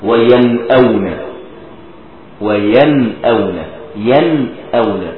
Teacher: انظر إلى النون الساكنة وبعدها همزة، فماذا نفعل؟ نظهر النون الساكنة · Term: إظهارا حلقيا